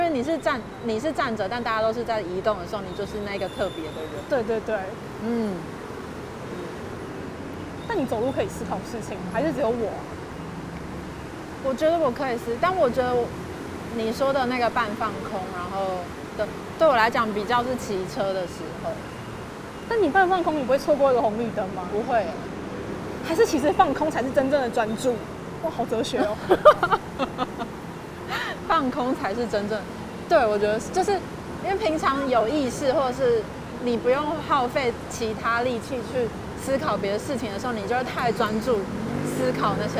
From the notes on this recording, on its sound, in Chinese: 邊散步邊錄音。將噪音打包成環境音，。為什麼想要在環境噪音中聊天？